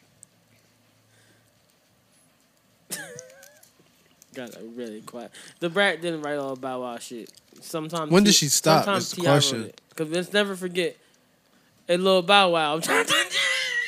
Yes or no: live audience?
no